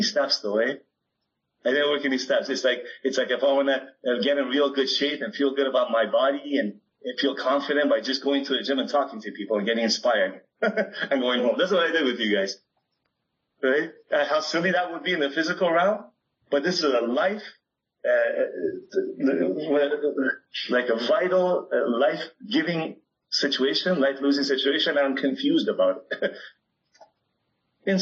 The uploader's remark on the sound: This meeting was recorded on September 11th 2022 at the Sheffield Sunday, As Bill Sees it meeting on Zoom.